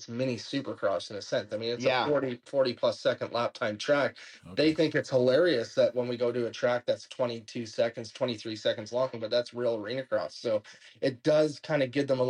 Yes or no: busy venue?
no